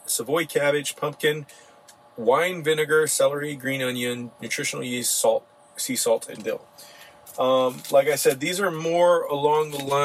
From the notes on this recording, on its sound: This episode was recorded from the road